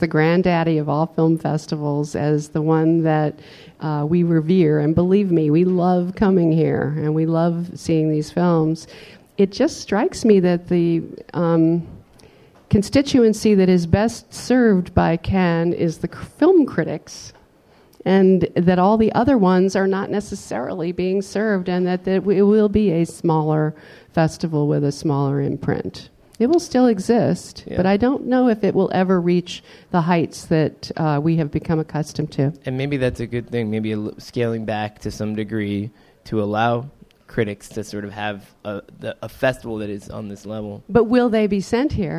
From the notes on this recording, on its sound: "Live From Cannes 2018".